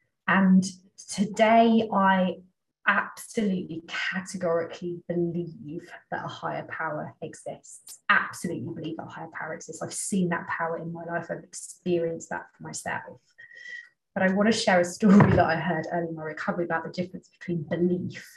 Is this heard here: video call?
yes